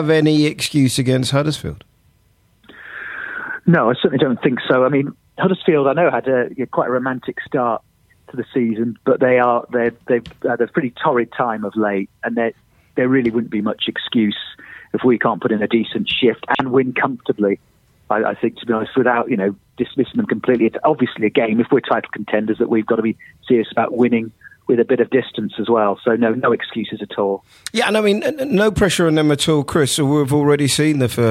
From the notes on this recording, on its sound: on the phone